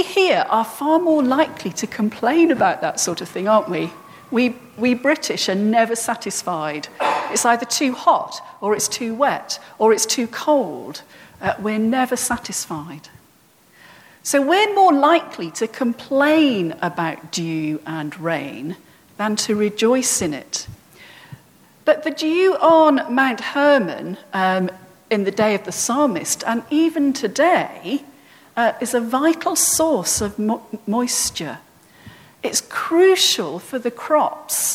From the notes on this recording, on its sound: at All Saints' Church, Isleworth on 24th June 2018